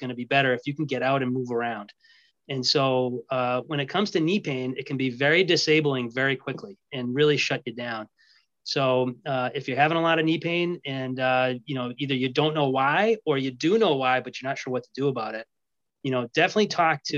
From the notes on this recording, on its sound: in this LIVE webinar!